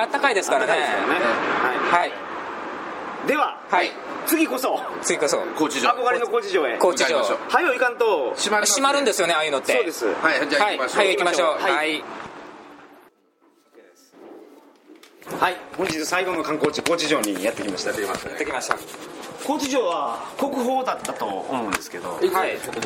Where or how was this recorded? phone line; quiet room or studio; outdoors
outdoors